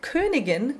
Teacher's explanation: It's just a regular ending to indicate a feminine noun, so the G becomes a regular voiced G.